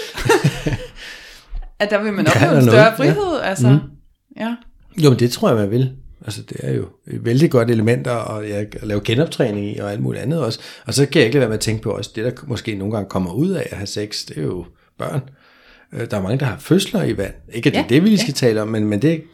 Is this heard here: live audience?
no